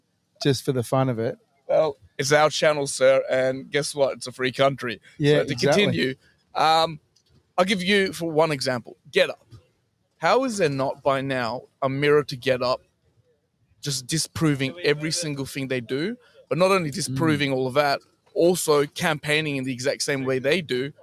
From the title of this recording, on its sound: Live from Memorial Park in Bunbury WA